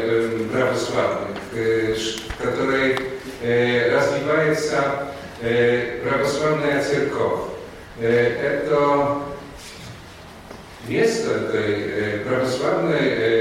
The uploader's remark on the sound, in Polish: nagrania z kolejnego wernisażu w Rosji, który odbył się w Muzeum Historii Religii w Sankt-Petersburgu